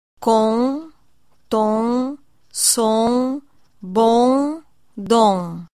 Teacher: No grupo final on, aparece um u na pronúncia. Com, tom, som, bom, dom.